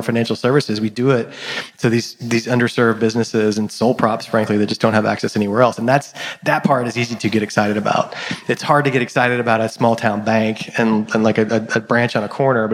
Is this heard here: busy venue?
yes